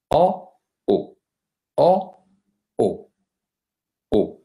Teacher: si pronuncia chiudendo leggermente la bocca rispetto alla O aperta · Term: O chiusa